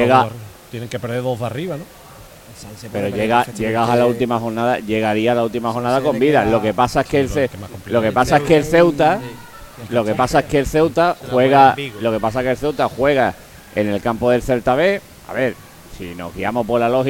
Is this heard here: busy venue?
yes